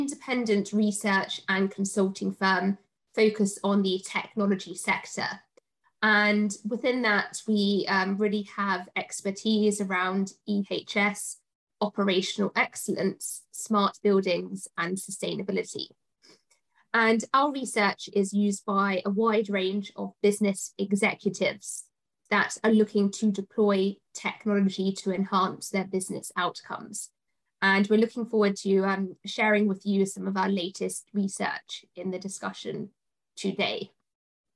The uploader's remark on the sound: Live Webinar. In our live Q&A we answer the audience's questions on the topic.